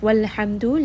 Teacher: lam has tawassut, mim has tawassut, so we are going to rest on both of these.